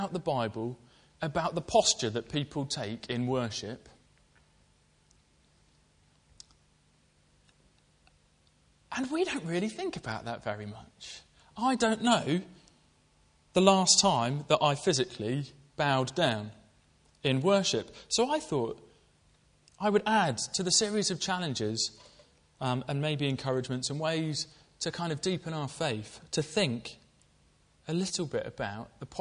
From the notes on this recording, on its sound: Preached at Colchester Road Baptist Church, Ipswich